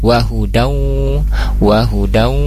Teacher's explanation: Selanjutnya di kalimat wahuda, wahuda, kemudian di sana ada tanwin bertemu wawu, jadi wahudau, wahudau, idgham bi guna, ditahan dulu gunahnya 2-3 harkat. Kemudian dialirkan suaranya melalui hidung.